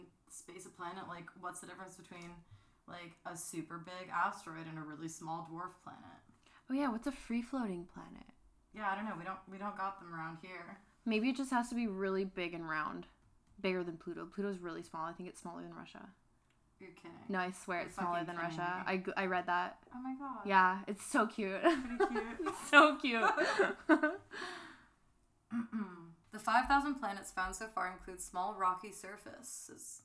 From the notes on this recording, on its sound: We're new to this so we apologize for the sound levels.